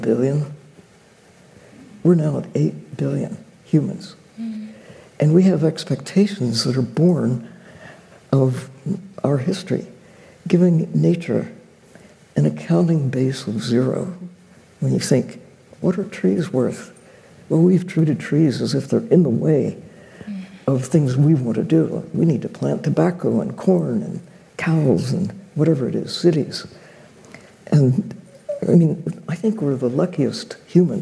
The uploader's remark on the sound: We listen to a panel discussion. For The Nature Conservancy in Connecticut ’s annual Nature Talks series. It was recorded in front of a live audience at Grace Farms in New Canaan, CT.